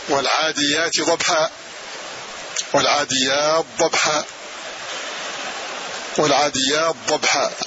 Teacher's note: فتضغم هذه التاء في الضاء في الضاد بحيث لا يظهر شيء لا من صفتها ولا من مخرجها